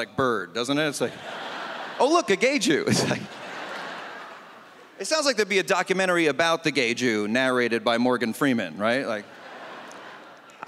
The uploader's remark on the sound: stand up from the Just For Laughs Festival in 2014